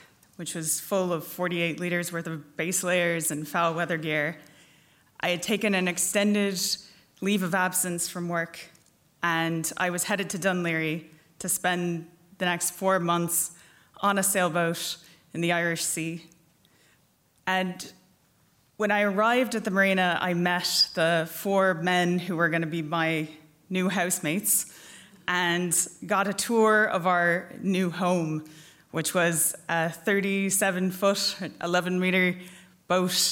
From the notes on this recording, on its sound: Featuring the first half of The Dublin Story Grand Slam recorded live onstage at The Abbey Theatre. Recording was by Gansee Films.